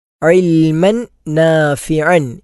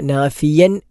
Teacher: ഒന്നാമതായി, اللهم اني اسالك കഴിഞ്ഞ് علما ഇൽമൻ നാഫിഅൻ, ഇവിടെ രണ്ട് ഐനുകളാണുള്ളത്. ഐൻ എന്ന അക്ഷരം തൊണ്ടയുടെ മധ്യഭാഗത്തു നിന്നാണ് പുറപ്പെടേണ്ടത്. · Shown in: first take